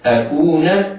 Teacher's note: الواو هنا تمد مدا طبيعيا بمقدار حركتين